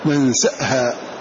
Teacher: يقرأ برواية شيخه أبي عمرو ننسأها بهمزة، ومع ذلك فإنه لا يبدل هذه الهمزة بل يحققها كشيخه ننسأها، وإلا على قواعده هو أن تبدل ننساها، لكن قال لا هذه مستثناة. · Term: بهمزة ساكنة